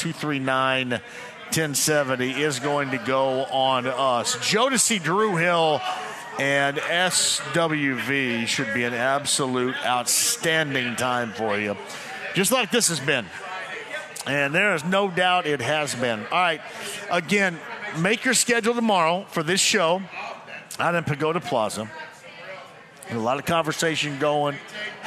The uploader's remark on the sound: live today from Eddy’s Sports Pub in Noblesville